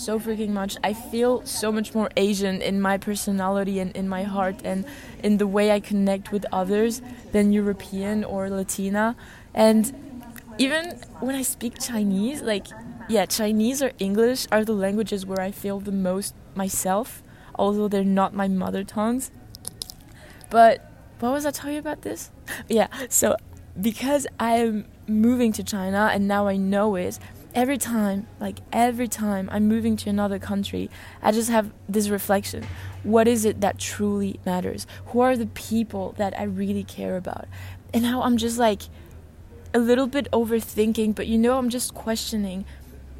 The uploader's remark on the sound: Live from the airport